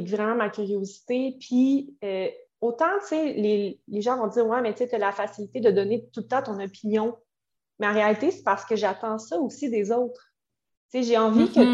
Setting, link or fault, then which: link, video call